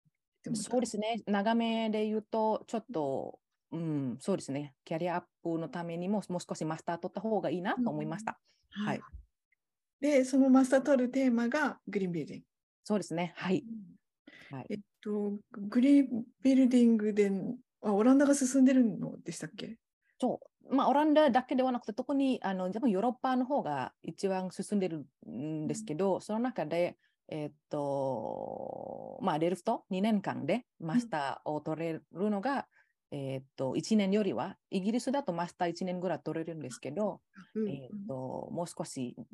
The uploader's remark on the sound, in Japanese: 収録場所： オンライン (Zoom)